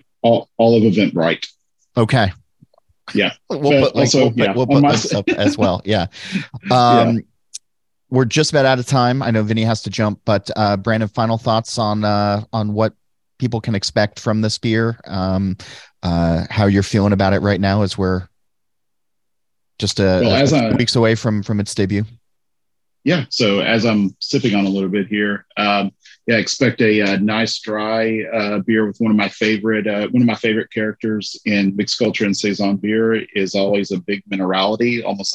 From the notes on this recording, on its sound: jump into the zoom studios